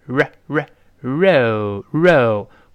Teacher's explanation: r 要把舌尖勾回来，指向喉咙，一百八十度直勾回来